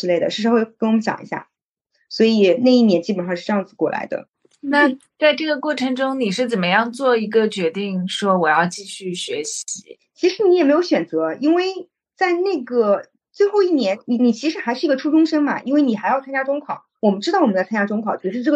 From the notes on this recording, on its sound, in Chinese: 今天这一期录制仍然是在线上。虽然上海解封了，但是我们忘记现在是可以出门的了。